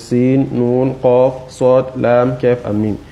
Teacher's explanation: You give them their full six counts.